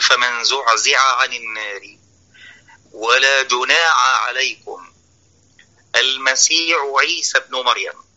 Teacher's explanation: فبعض الناس يبدل الحاء عينا إذا جاورت العين